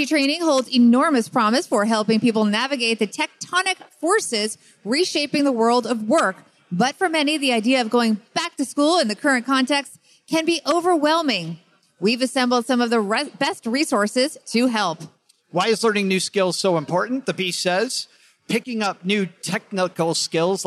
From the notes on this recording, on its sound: taped live at Podfest in Orlando